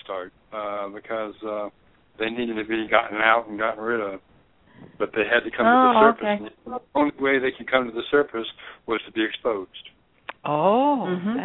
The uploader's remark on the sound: In this capacity she will do a channeling session live so that callers can call. Personal responses to callers during the special call-in segment.